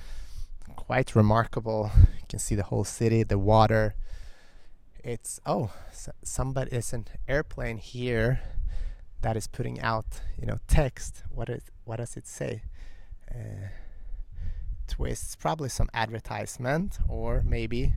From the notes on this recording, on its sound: Balancing on the edge of an infinity pool in Hollywood Hills. It was a little bit windy so please forgive me for any wind in the microphone.